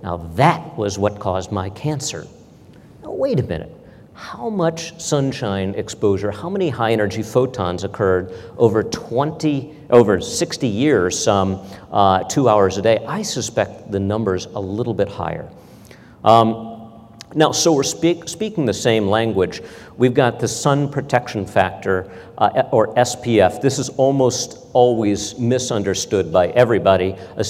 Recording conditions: large echoing room